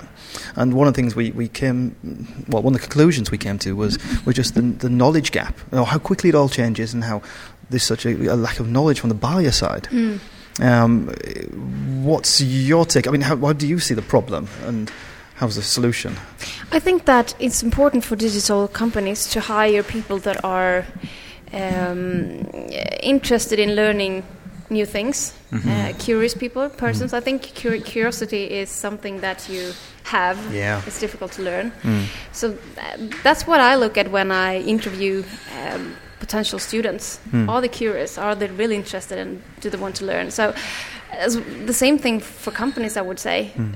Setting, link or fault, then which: setting, busy venue